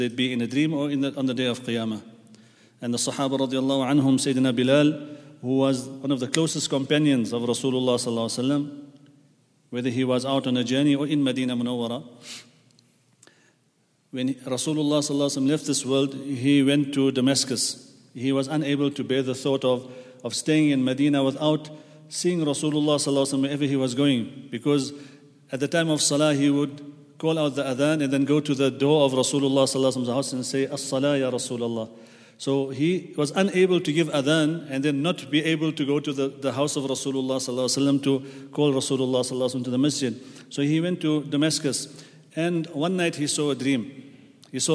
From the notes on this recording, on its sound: At the Houghton Masjid (West Street).